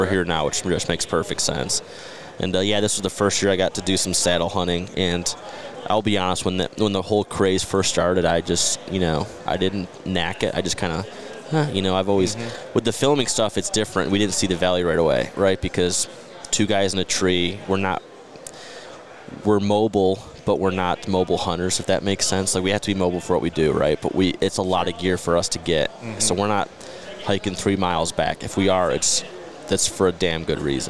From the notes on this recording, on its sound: at the Great American Outdoor Show in Harrisburg